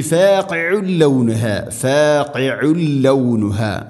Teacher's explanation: ഫാഖിഉൻ തൻവീൻ ശേഷം ലാം, ഇദ്ഗാം ബിലാ ഗുന്ന, മണിക്കാതെ കൂട്ടിലയിപ്പിച്ച് ഉച്ചരിക്കണം